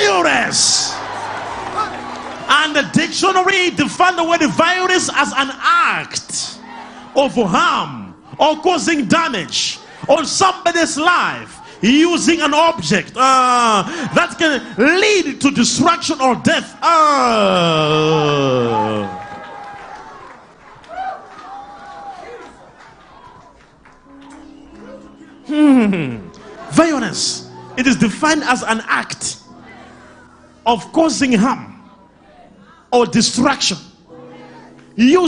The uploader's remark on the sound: LIVE SUNDAY SERVICE| ECG CHURCH